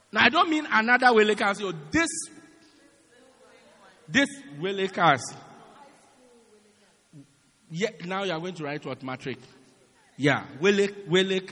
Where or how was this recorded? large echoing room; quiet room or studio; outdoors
large echoing room